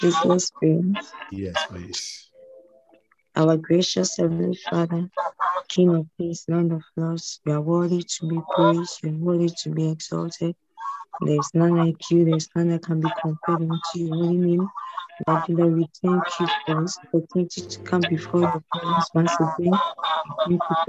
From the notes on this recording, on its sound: Zoom meeting